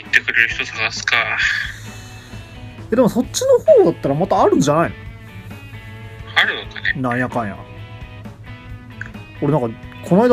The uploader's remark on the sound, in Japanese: 録音機材：iPhone7